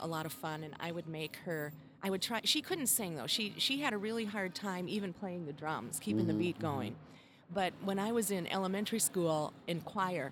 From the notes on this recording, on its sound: Recorded on location at Nonna Rosas Wine Bar. We sat outside on the patio.